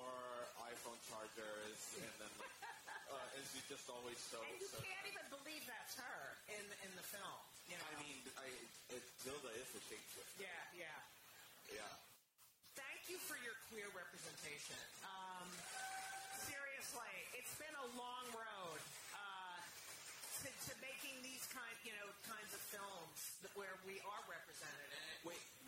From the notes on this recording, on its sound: LIVE from the Provincetown International Film Festival. This episode was recorded in May 2023 at the Provincetown Film Festival.